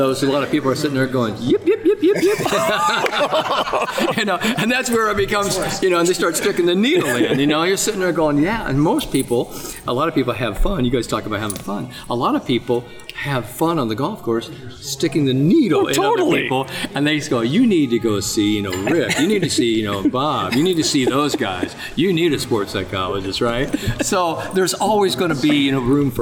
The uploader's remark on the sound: live at the PGA Show